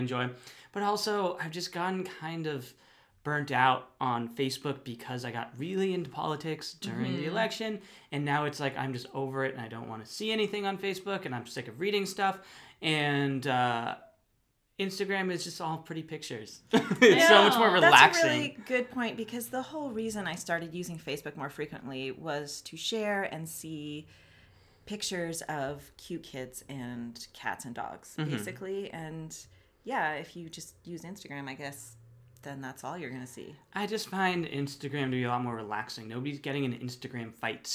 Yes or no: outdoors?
no